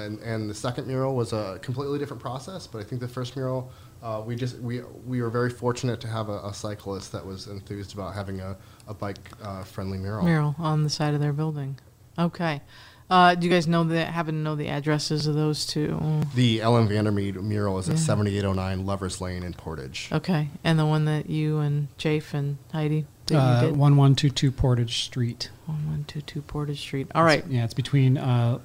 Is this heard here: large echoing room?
no